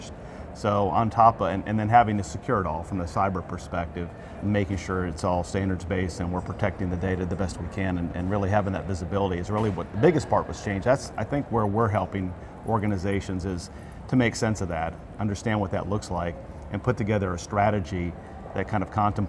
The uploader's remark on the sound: an Interview in Action live from ViVe 2023